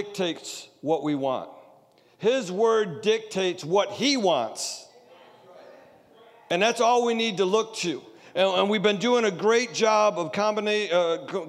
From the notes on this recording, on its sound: Sunday Service Recording